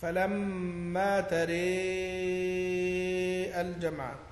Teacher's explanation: وأمال الراء دون الهمزة وصلا من قوله تعالى فلما تري الجمع في الشعراء